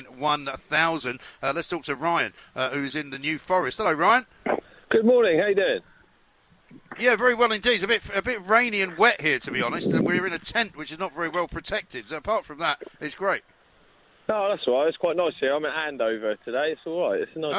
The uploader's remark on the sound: came live from College Green